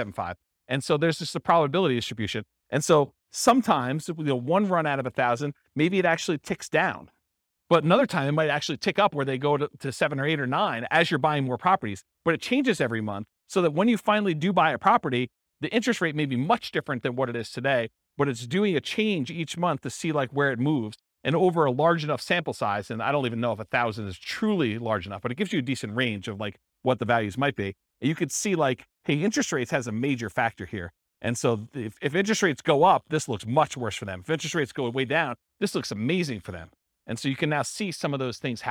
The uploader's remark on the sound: This was a live class recorded